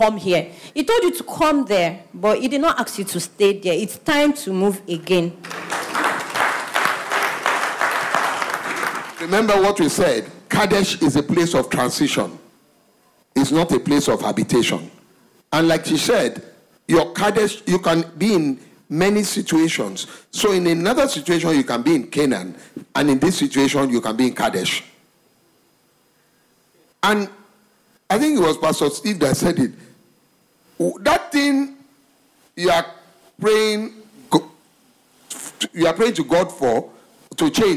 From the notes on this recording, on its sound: Recorded LIVE at our Interactive MidWeek Service